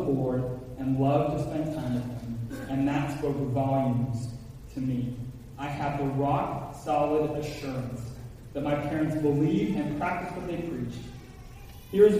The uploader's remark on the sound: Apologize ahead for echo in Audio recording.